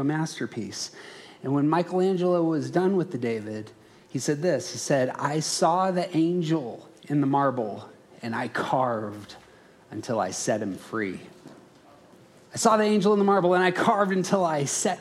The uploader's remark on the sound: Around the Circle hosted a conference about becoming your true self. This audio is a live recording from that conference.